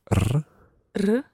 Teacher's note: you've got a slightly rolled R in there